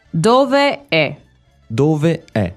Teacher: because there are very many vowels in this little phrase, we usually put them together